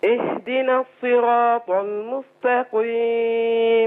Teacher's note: والقاف عندي مكسوره فهي ضعيفه جدا وبعدها هي في ادنى مراتب التفخيم